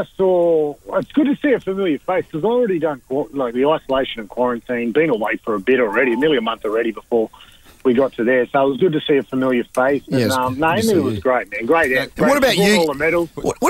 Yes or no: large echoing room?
no